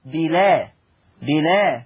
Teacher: هذا اللفظ فيه النقل، أي تنطق لام مفتوحة هكذا بلا بلا.